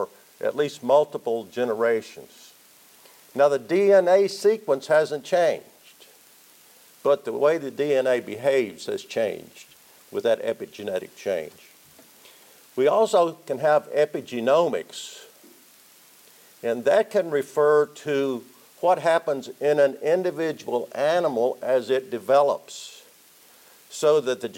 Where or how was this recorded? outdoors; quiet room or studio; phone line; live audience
live audience